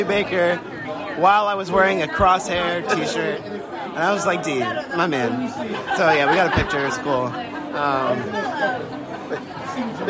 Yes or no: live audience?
yes